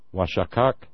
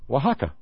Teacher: And they just dropped the last k sound at the end. · Shown in: second take